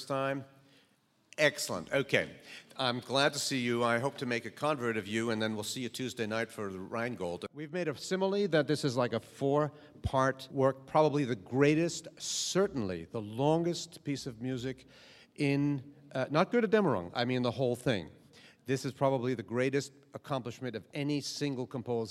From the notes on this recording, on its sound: During LA Opera’s pre-performance lecture in June 2010.